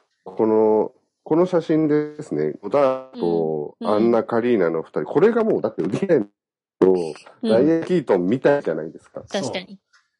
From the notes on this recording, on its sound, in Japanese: 今回もリモート収録の為、音声に若干違和感もありますが、ご了承くださいませ。